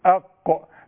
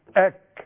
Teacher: شوفوا المفخمة جدا القاف والكاف مرققة جدا